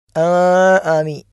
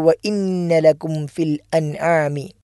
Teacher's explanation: മറിച്ച് അൻ ആം എന്ന് സുക്കൂനുള്ള നൂനും ഐനും വെളിവാകുന്ന രൂപത്തിലാണ് നമ്മൾ ഉച്ചരിക്കേണ്ടത്. · Shown in: second take · Term: ഇൽഹാർ